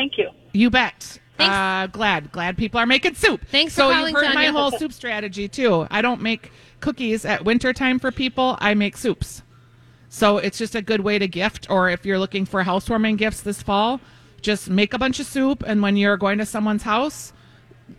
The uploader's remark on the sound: live at G-Will Liquors in Andover!